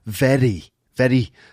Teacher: That sort of little kind of tongue flap, that slightly rhotic R of very poor